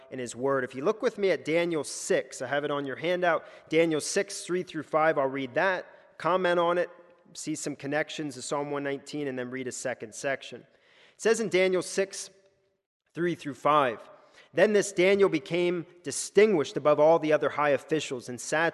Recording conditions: large echoing room